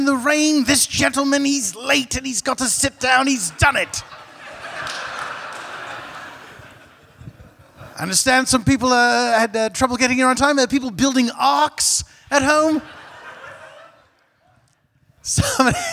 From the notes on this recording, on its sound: A special traveling edition of The Dead Authors Podcast. Recorded Live at San Francisco Sketchfest, San Francisco, CA.